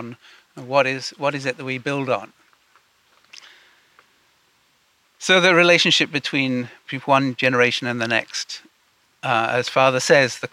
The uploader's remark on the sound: Audio from a sermon in Watford Peace Garden.